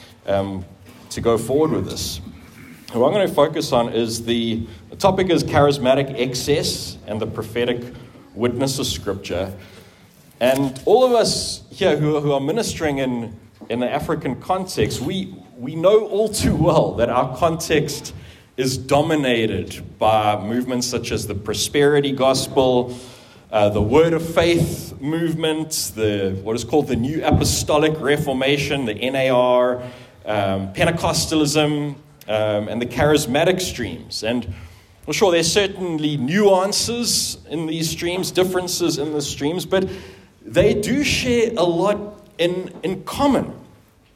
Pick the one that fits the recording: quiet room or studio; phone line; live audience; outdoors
live audience